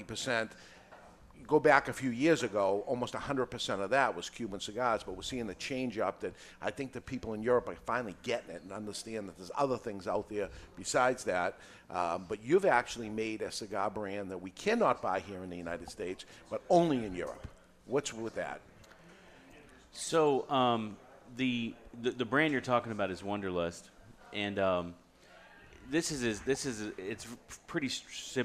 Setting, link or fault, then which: setting, live audience